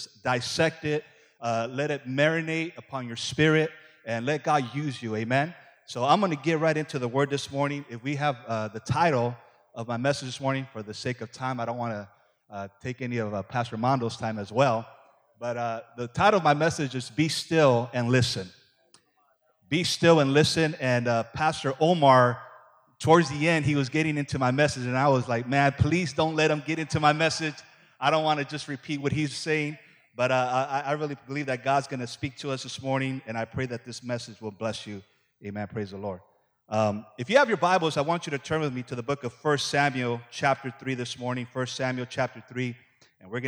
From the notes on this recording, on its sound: Preaches as part of our AM sessions here at The Voice Conference 2018!